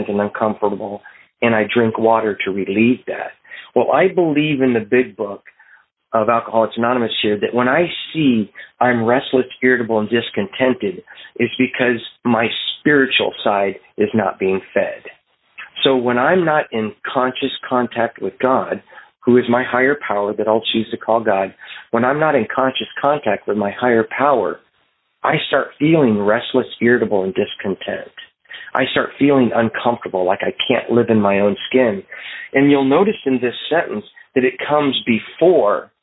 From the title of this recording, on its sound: Phone Meeting Workshop